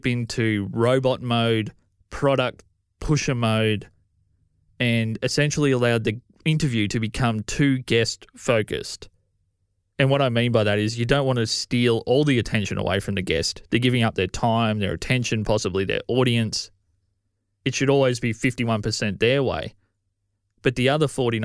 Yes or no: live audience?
no